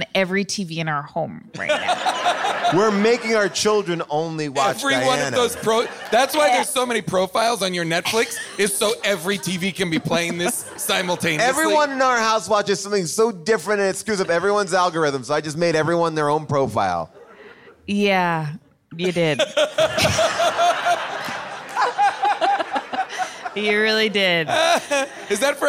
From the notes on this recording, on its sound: Recorded live at the Largo in Los Angeles